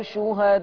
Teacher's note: عندي شهداءكم مد متصل يتمد ستة